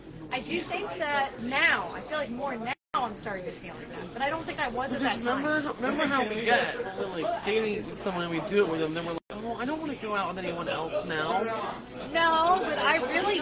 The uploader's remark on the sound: We are LIVE at The Globe in Covington, KY